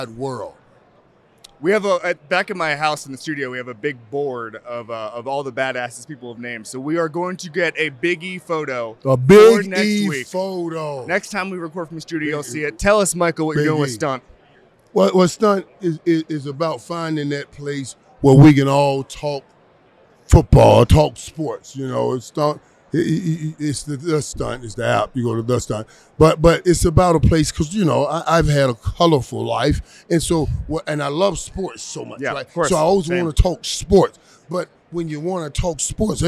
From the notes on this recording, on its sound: From Radio Row. Is on Super Bowl Radio Row.